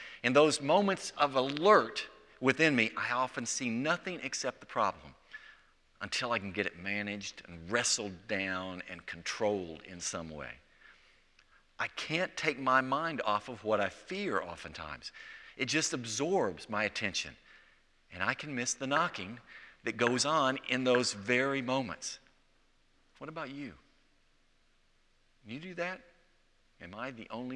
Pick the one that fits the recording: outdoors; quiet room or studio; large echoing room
large echoing room